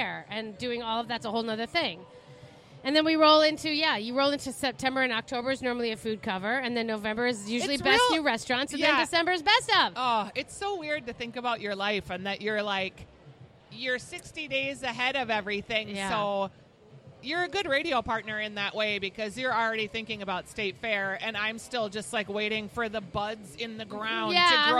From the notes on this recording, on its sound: Weekly Dish's "Second Helping" is live from the grand opening of Pimento Kitchen at Keg and Case Market in St Paul.